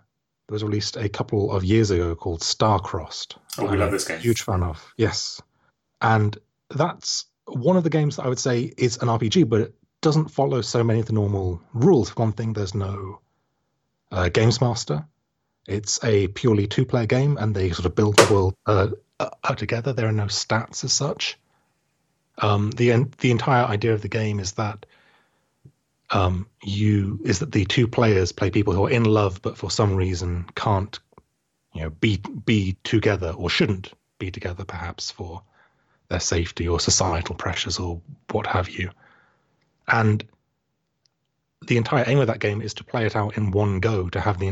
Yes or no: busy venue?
no